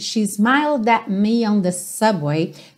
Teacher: percebe que você não ouve o T do at